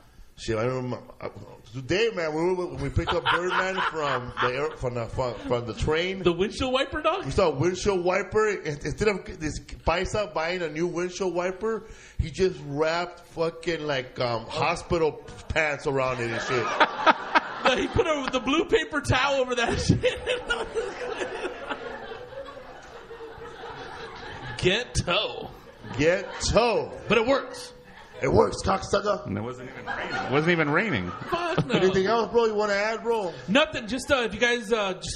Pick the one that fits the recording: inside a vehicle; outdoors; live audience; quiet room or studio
live audience